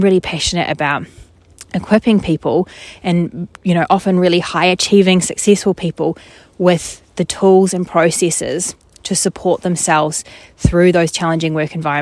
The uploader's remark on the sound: More nature sounds, probably. “just record it in the forest!” (a place I love to go walking).